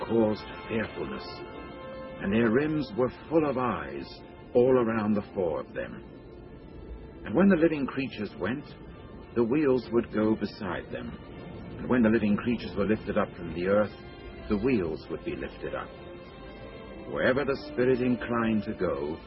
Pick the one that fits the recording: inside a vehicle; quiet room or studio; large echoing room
large echoing room